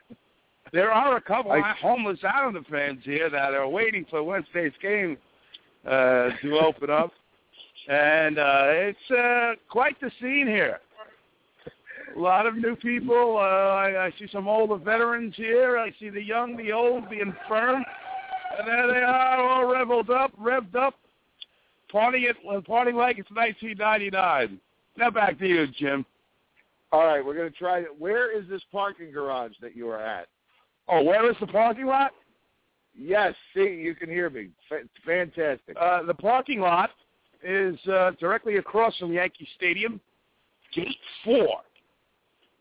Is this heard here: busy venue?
yes